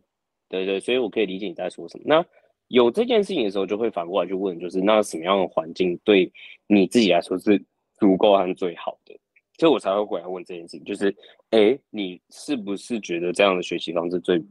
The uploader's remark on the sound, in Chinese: 這個系列是我在新加坡跟別人聊天交流的一些對話。音質不會那麼好，因為大多是用會議軟體錄製的，請見諒。